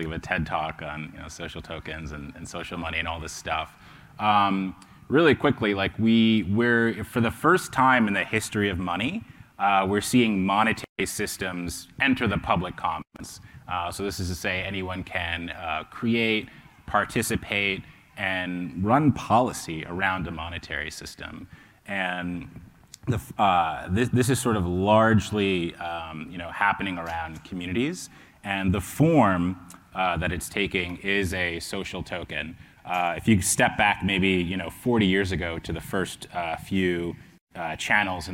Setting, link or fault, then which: setting, busy venue